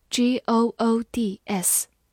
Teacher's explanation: o o 字母组合发短音 o，d 发 d，s 发 z · IPA: [ɡʊdz]